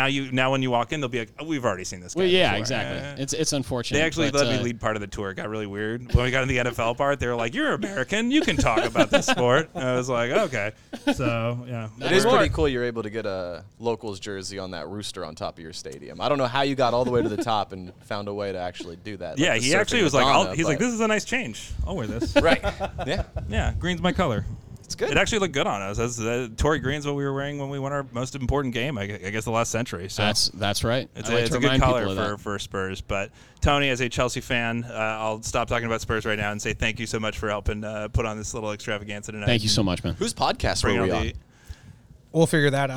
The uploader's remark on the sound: Live from Stone Brewing